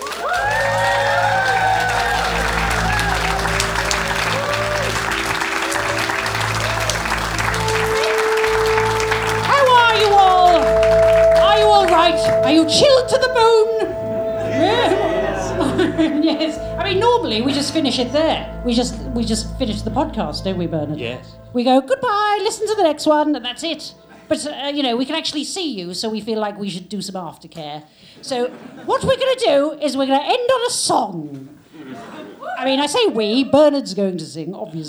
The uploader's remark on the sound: Recorded live from the London Podcast Festival 2023.